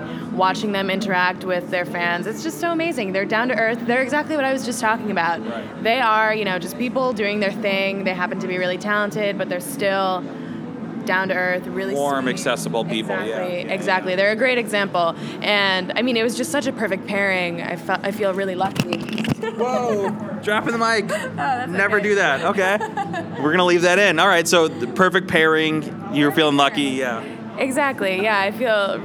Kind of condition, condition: setting, busy venue